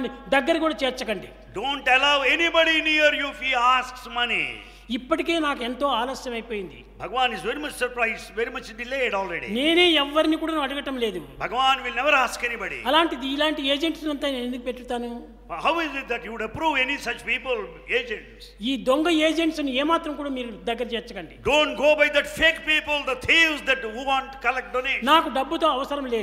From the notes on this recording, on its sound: The discourse was originally delivered on 22 Jul 2002 during the International Seva Conference at Prasanthi Nilayam.